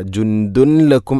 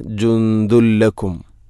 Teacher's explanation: ജുന്ദുൻ, അതുപോലെ ദാലിൽ തൻവീനാണ്, ശേഷം ലാം, ഇദ്ഗാം ബിലാഗുന്ന, തൻവീനിനെ ലാമിലേക്ക് കൂട്ടിലയിപ്പിക്കണം. അപ്പോൾ നൂനിൻ്റെ ശബ്ദം കേൾക്കൂല · Shown in: second take · ജുന്ദുൻ എന്ന ശബ്ദമില്ല.